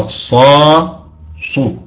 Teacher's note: بيكون الفم على وضع التفخيم أفخم ما يمكن، بننزل هذا الوضع، ننتقل منه إلى وضع ضم الشفايف. القصاص صار الصاص، وبالتالي يظهر الفرق.